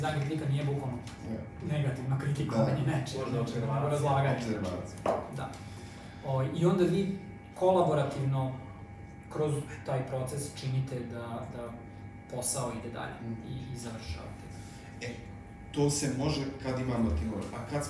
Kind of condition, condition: fault, poor microphone